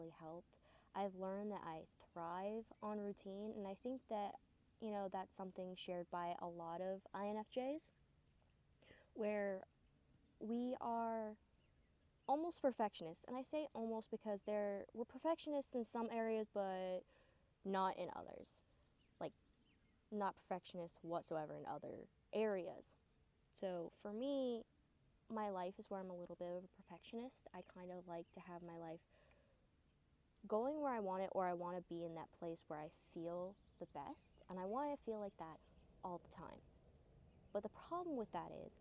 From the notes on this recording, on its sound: Sorry guys if theres a lot of back groud noise!! Ended up recording outside!!